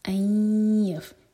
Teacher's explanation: یہ ہے ادغام غنہ کے ساتھ، یعنی کہ ناک میں آواز جائے گی